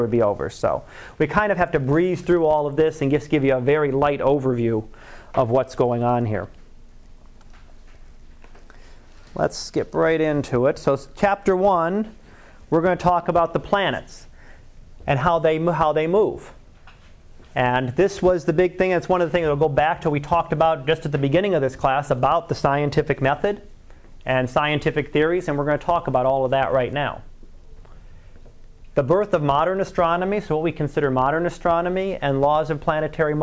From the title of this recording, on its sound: Live Class Lecture